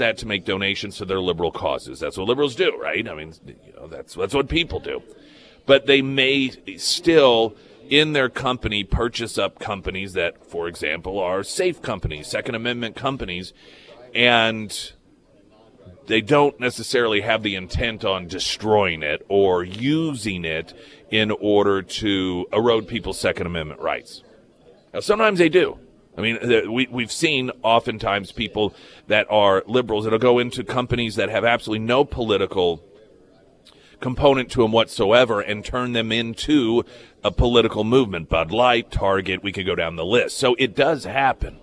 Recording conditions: busy venue